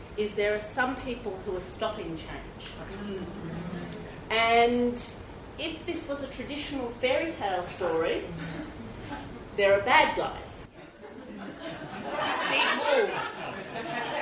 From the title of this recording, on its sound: Recorded at SFL2020